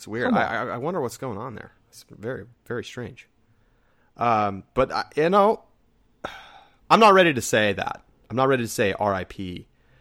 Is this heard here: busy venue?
no